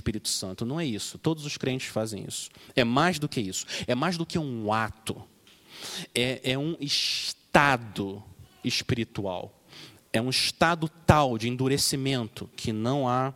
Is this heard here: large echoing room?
yes